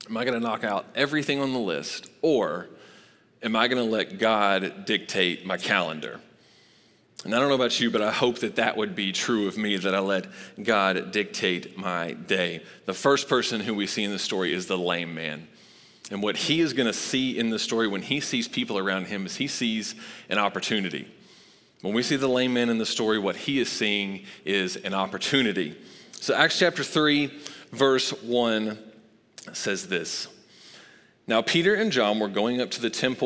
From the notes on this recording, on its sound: Recorded live at Long Hollow Church on November 1, 2022.